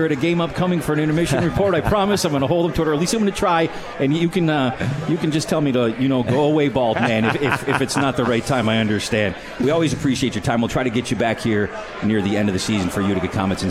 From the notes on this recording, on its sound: live from The 72 Tavern